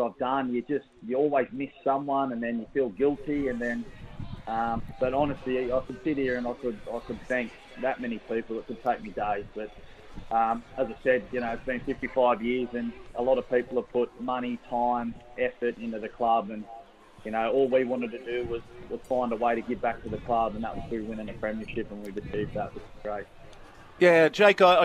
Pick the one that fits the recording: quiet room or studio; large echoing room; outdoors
outdoors